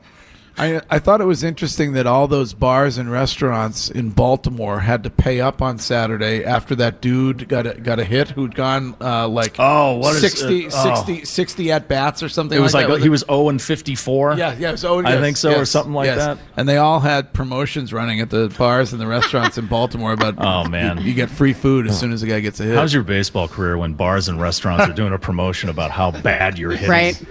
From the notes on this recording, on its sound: Broadcasting live from The Capital Grille